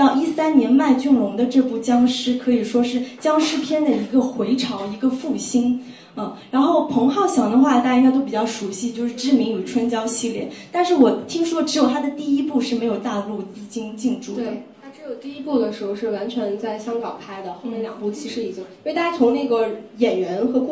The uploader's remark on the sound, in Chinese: 讲座现场录音